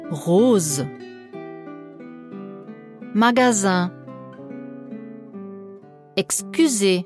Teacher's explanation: Zwischen zwei Vokalen wird das S als stimmhaftes S gesprochen.